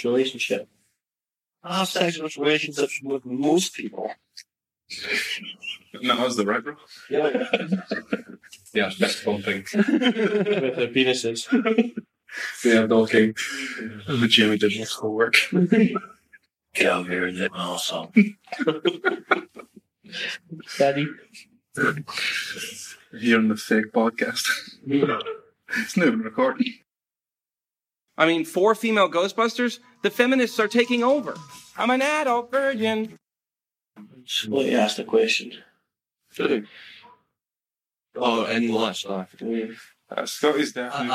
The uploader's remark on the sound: This episode has audio damage.